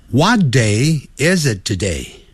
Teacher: 尤其是 is it 要连在一起，要发出连音